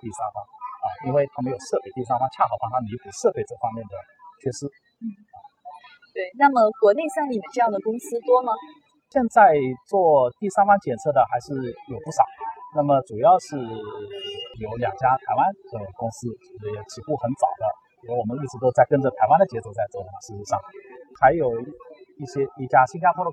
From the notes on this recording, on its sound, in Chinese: 2019年慕尼黑电子展现场